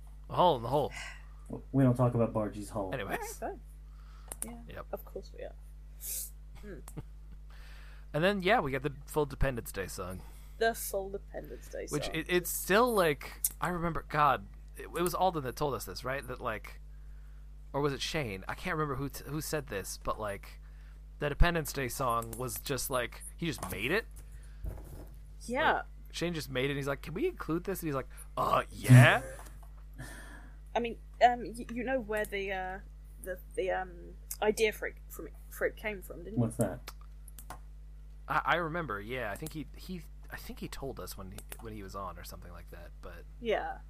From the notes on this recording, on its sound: Our audio quality gets shot into space.